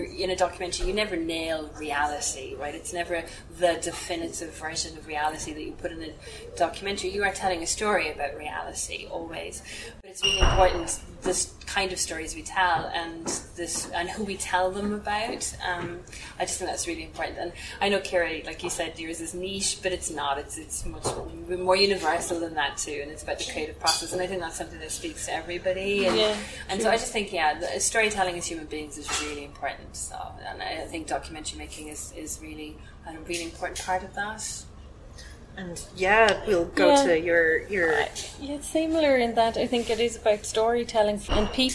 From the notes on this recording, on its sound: WFT recorded a special podcast live from the House Hotel in Galway.